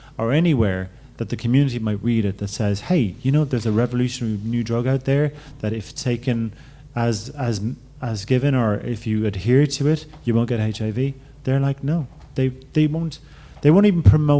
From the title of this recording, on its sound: LIVE PODCAST